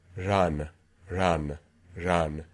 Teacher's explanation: the tip of the tongue approximates the alveolar ridge, or it's sometimes called post-alveolar. So a little bit back of there.